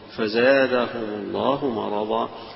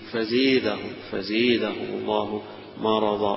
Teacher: فزادهم هذه يفتحها الجمهور ويميلها ابن عامر بخلف عن هشام بخلف عن هشام بهذه فزيدهم الله مرضا.